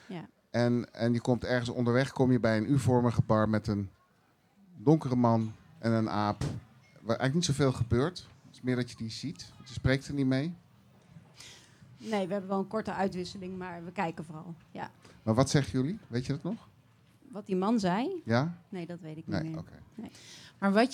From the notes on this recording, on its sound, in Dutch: Deze zomer ging ODE AAN DE MAGIE weer live op de Lievelinge. De dromen geduid van gasten op de camping. Ons live publiek werd verrast, ontroerd en geraakt door de duidingen. Productie: One Day Radio & In The Heart Of Change.